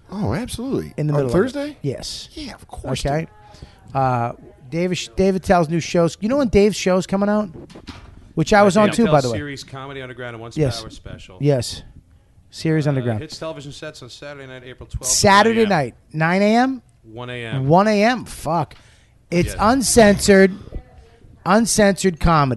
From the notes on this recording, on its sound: Recorded backstage at the Jersey City Comedy Festival.